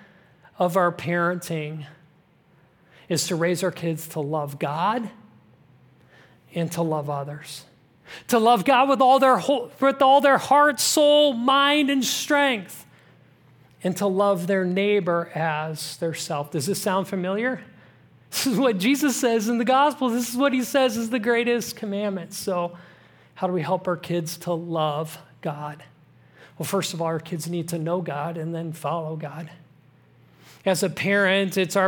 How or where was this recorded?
large echoing room